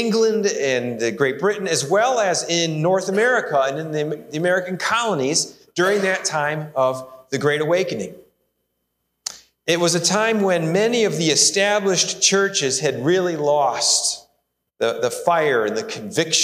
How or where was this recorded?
large echoing room